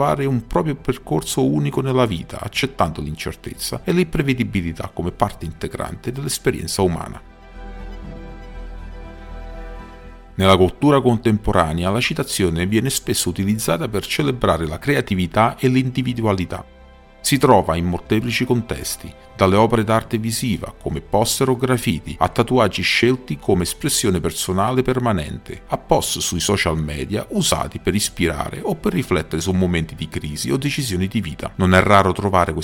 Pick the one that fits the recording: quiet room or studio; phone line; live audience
quiet room or studio